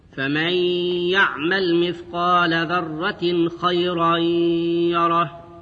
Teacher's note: إدغام النون الساكنة في الياء مع الغنة. خيرا يره، إدغام التنوين في الياء مع الغنة.